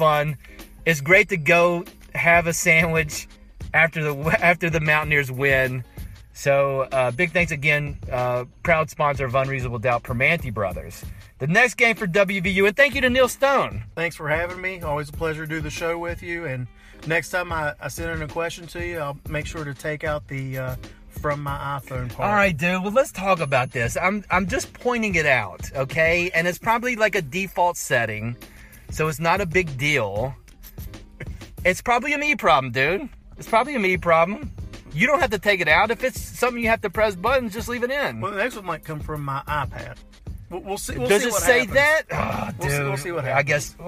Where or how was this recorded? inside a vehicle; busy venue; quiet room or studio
inside a vehicle